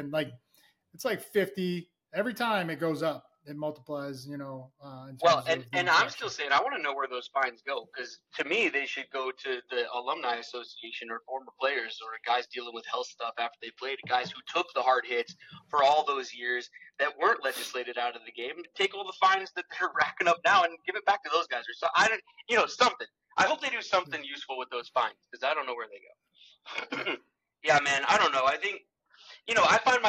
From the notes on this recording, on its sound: dealing with rough audio as we are recording away from the studio